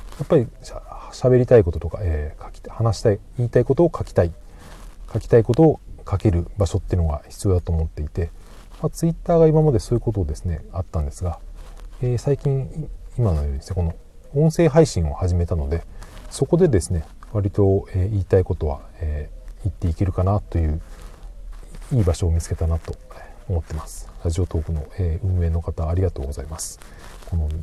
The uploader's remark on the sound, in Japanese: 車の中から放送